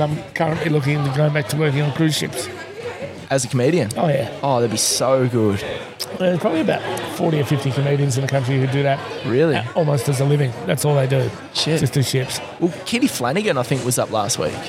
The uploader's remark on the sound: Today we ventured outside the studio. At the Shepparton Brewery prior to there comedy gig.